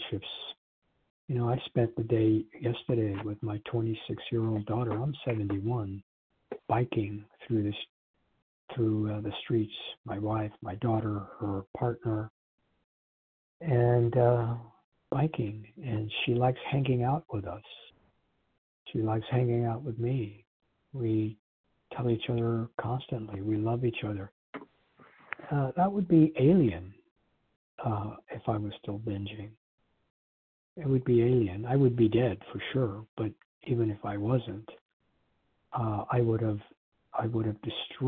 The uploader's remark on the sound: from the 100 Pounders Phone Meeting, 4/24/23